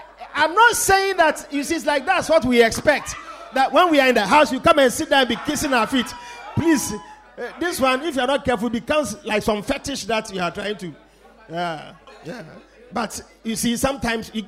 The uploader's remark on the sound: Preached at The Victory Secrets Service.